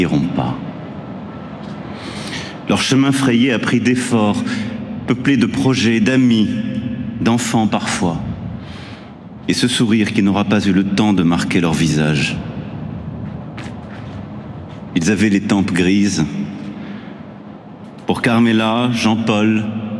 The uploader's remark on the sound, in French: En direct de la cérémonie aux invalides et en direct de la retransmission aux invalides avec les collectifs pour la libération des otages.